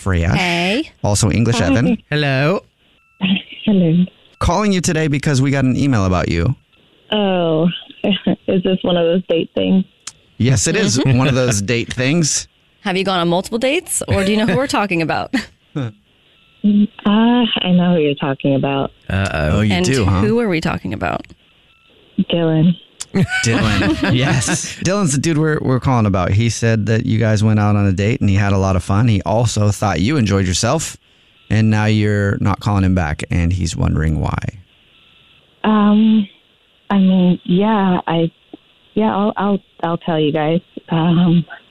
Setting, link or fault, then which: link, phone line